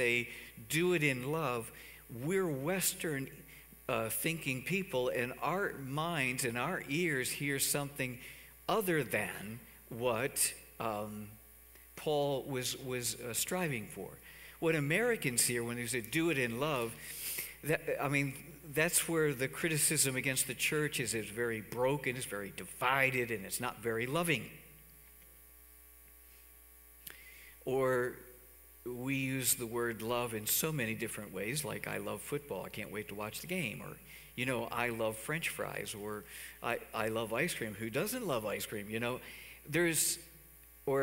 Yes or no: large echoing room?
yes